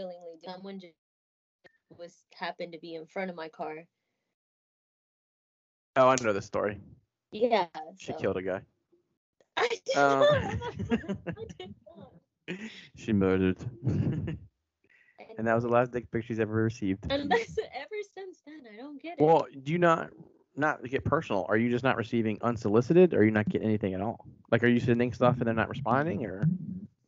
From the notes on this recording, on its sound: The audio isn't great